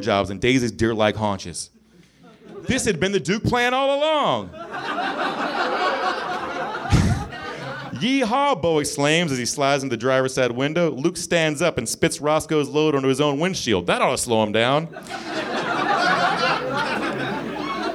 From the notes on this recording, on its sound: Recorded live at the Nerdmelt Theater in Los Angeles on February 18, 2014.